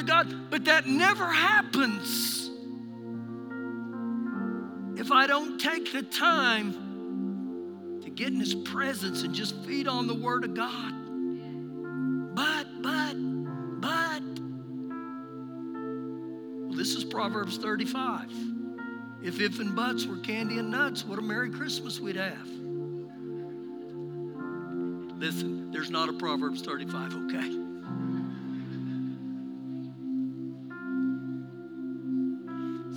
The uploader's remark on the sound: Recorded live during our Sunday morning service